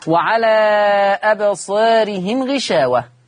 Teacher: إشباع المنفصل وتقليل الألف لأنها ما بعدها راء متطرفة مكسور